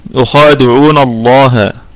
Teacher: لام لفظ الجلالة مفخمة لأنها مسبوقة بفتحة، النون أتت مفتوحة قبل لفظ الجلالة فستكون لام لفظ الجلالة مفخمة.